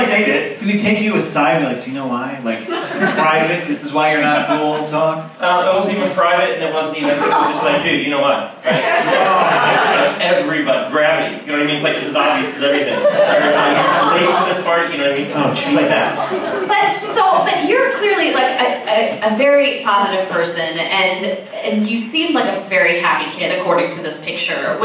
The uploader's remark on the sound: The sound quality of this episode is a bit rough. Recorded live at the NerdMelt Showroom, Los Angeles, California, U.S.A.